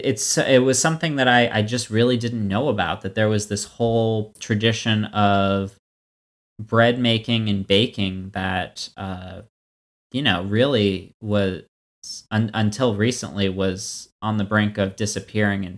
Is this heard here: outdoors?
no